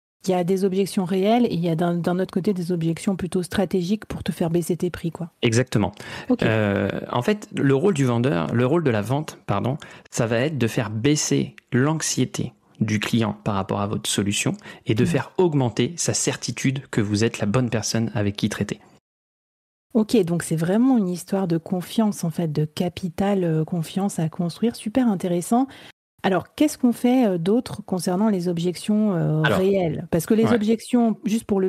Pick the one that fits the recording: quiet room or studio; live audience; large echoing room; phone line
quiet room or studio